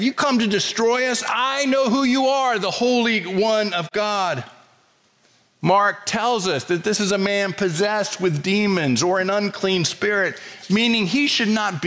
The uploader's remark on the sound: preached on Sunday, February 4, 2024 at First Presbyterian Church of Allentown